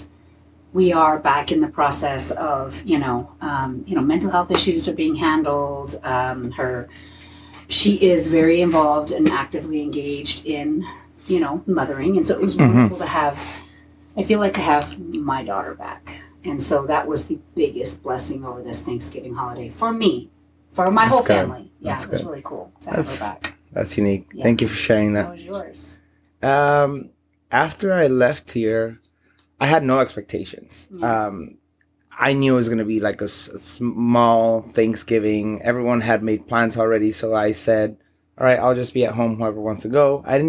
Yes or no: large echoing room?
no